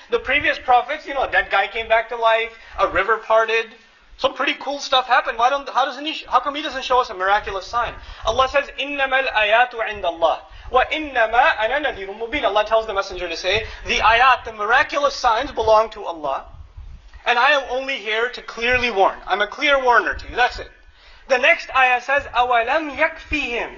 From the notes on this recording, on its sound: Khutbah courtesy of Qabeelat Wedad and Masjid Annur in Sacramento, CA. Khutbah delivered on September 18, 2009 in Sacramento.